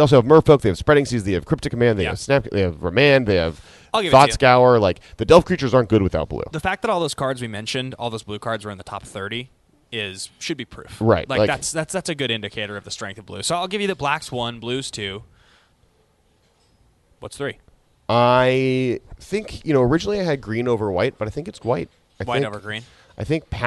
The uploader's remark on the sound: “Live” From the Dallas Toy Fair